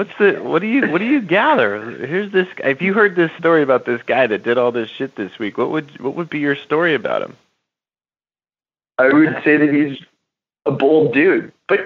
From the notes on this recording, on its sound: An Excerpt from a Live Coaching Call. On this live group coaching call.